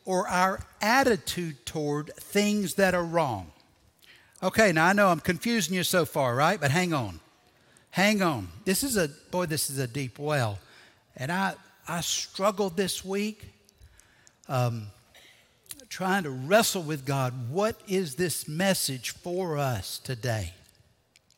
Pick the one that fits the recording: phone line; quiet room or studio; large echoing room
large echoing room